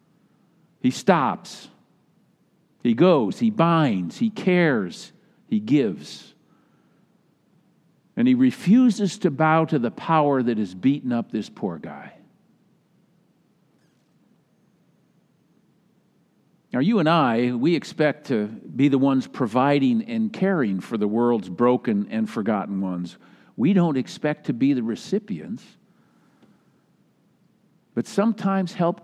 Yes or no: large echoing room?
yes